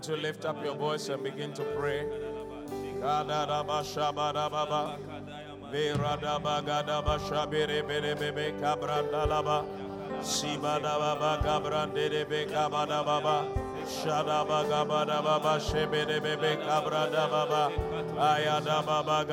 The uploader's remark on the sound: Preached at The Qodesh